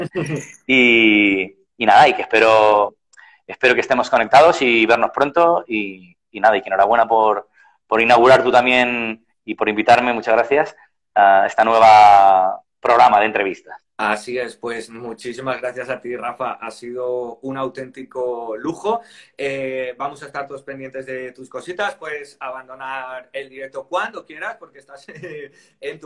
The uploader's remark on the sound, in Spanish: entrevistas realizadas en directo a través de la cuenta de Instagram